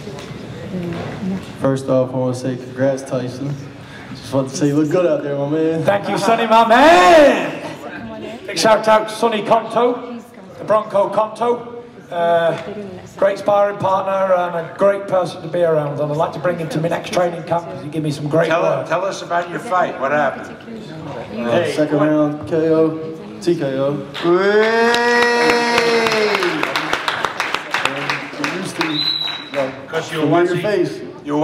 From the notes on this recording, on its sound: Full Post fight press conference (Las Vegas)